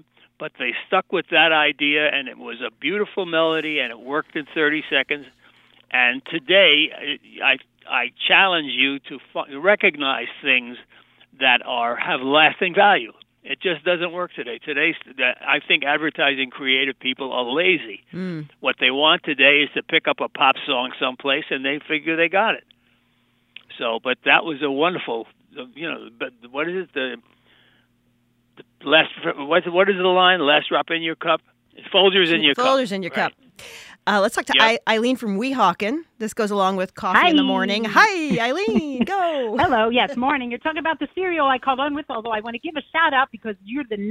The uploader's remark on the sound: Listeners call in to share the jingles that have stuck with them.